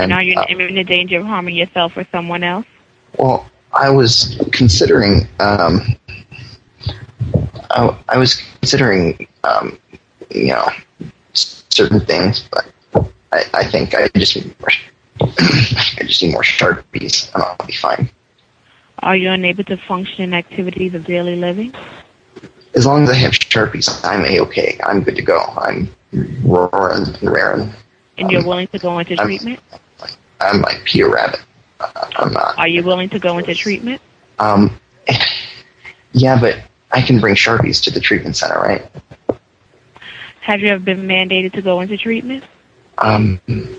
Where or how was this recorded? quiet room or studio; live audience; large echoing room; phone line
phone line